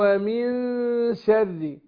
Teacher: فبخفي النون عند الشين مع الغنه حركتين، اقول ومن شر، ومن شوف ما اخطفش الغنه على طول، اقول ومن شر واروح واكلها كده، لا اقول ومن شر شر.